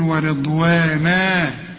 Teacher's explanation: اذا وقفت على ورضوانا اديها الف كاملة، لان كل فتحتين في القرآن ييجوا على اي حرف من حروف الهجاء ما على التاء المربوطة يدوك الف كاملة عند الوقف، تقول ورضوانا، وما تقولش ورضوانا ورضوانا، لا ورضوانا ألف كاملة.